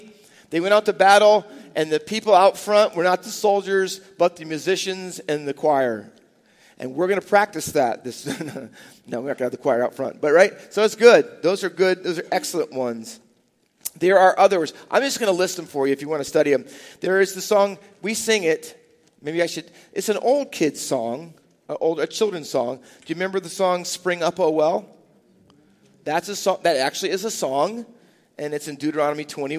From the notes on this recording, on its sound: Faith Baptist Church in Hamilton, NJ.